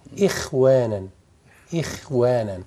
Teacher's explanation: قبلها كسرة تبقى الخاء في أدنى مرتبة التفخيم. إخوانا إخوانا ترقق كده.